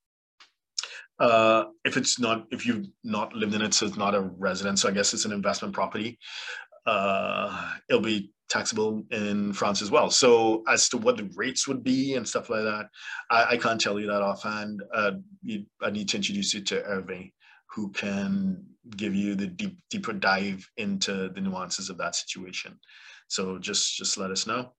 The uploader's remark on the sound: LIVESTREAM. Zoom link will be provided 24 hours in advance via an eventbrite message. For those joining us on Zoom.